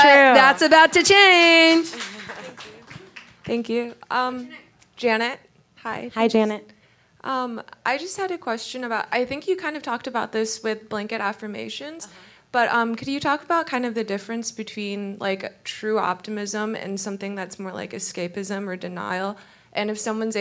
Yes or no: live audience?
yes